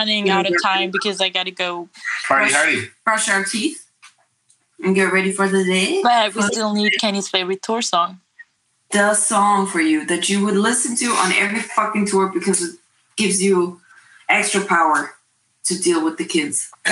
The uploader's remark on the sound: NO Austrian Audio gear was used when recording this podcast - unfortunately! It was captured across two continents - with our phones - and a 7h time difference - so this episode is somewhat special. Has pretty bad audio quality.